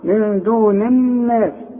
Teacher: النون اللي قبل الناس مكسوره، وعند النون بتاعت الناس مشدده، يبقى دي بدون غنه والتانيه غنه